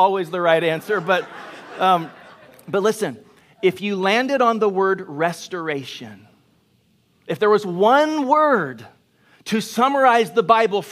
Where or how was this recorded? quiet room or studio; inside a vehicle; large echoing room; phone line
large echoing room